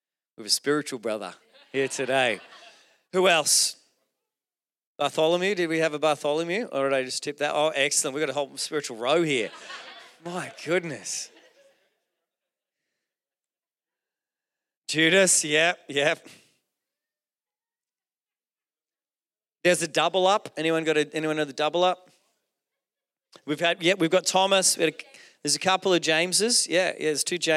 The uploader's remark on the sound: Recorded during our Melbourne East service